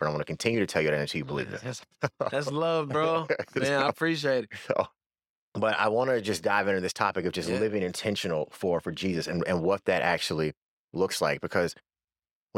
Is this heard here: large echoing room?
no